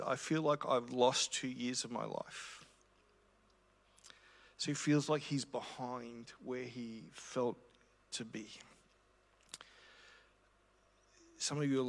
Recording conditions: large echoing room